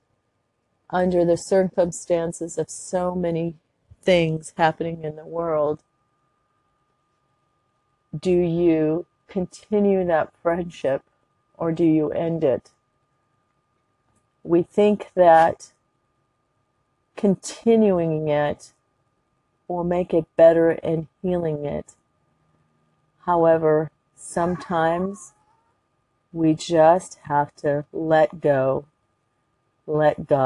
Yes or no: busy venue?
no